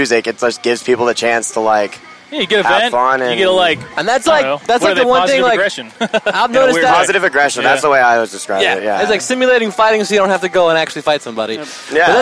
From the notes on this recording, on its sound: This was recorded at the 71Grind festival hosted at the Flux this past June.